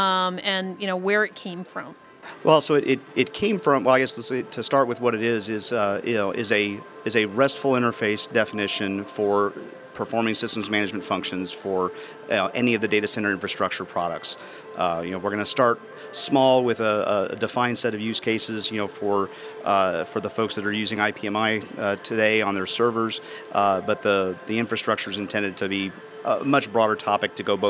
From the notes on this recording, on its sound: archive of a livecast from the Intel Developer Forum